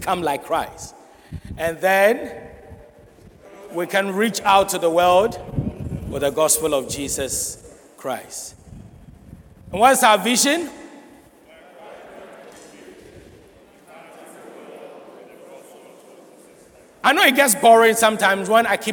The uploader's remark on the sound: Sermon preached at CBC Shiashie Campus